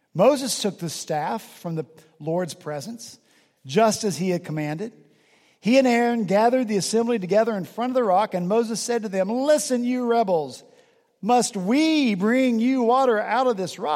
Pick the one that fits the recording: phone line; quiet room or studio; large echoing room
large echoing room